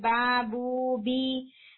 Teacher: तो चूंकि हिट नहीं है इसलिए ये साउंड तस्वादुम से आने की बजाय प्योरली एहतजाज से आ रही होती है, purely vibration of vocal cord से आ रही होती है · Term: मदिया